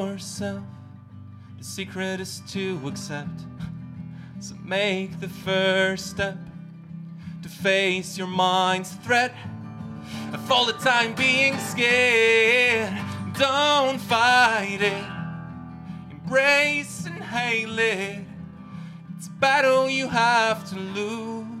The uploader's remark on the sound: This episode is an edited recording of a live event The Secret Illness ran in November 2018. It features poetry and music performances from people living with OCD.